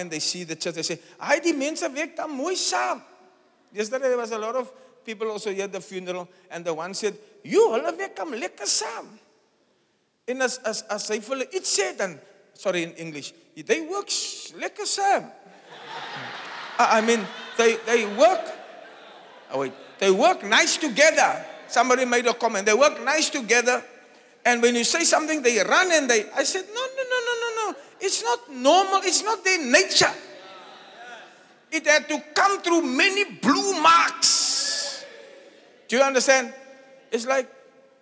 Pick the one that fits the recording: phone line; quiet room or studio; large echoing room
large echoing room